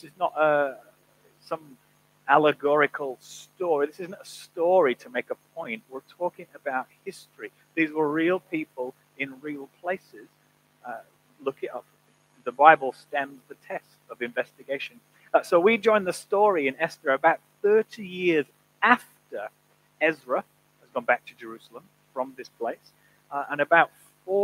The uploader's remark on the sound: We start the year with sound issues